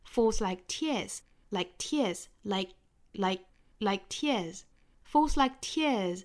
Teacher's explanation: Like 尾部这个 k 的发音呢，我们也是要做一个失去爆破，摆口型，但是不爆破出来